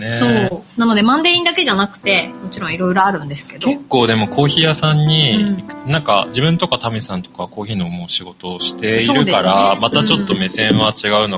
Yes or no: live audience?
no